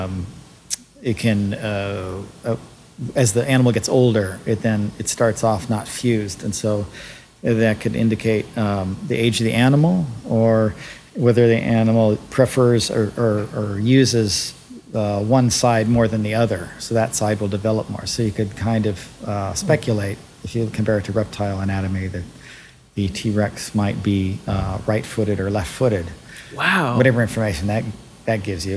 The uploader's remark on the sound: go on location to Natural History Museum Los Angeles and record live inside the Dino Lab for all visitors passing by to see